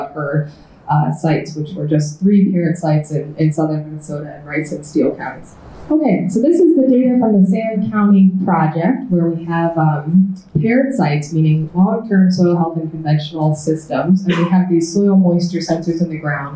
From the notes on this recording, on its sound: Listen to a presentation from the Soil Management Summit in Alexandria, Minn.